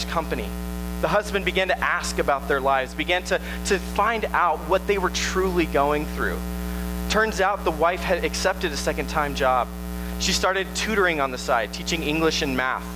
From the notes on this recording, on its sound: Sermon originally preached August 5, 2018 at Tempe Nazarene Church.